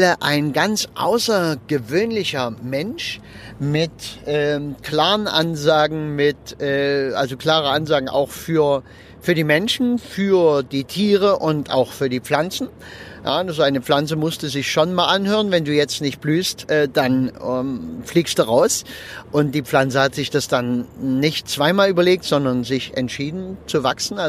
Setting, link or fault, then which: setting, inside a vehicle